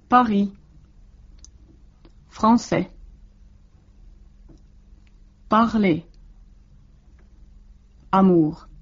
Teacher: Ranskalainen sorahtava R voi tuntua suomalaisesta aluksi hieman oudolta, mutta sen oppii kyllä helposti.